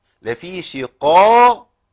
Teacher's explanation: القاف الأولى قوية جدا في أعلى مراتب التفخيم